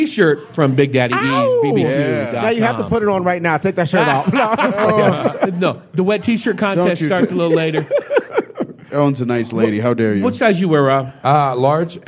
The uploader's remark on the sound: LIVE from Big Pine Comedy Fest 2018. Recorded at The Southside Tavern in beautiful historic Flagstaff, AZ on Opening Night of Big Pine 2018 !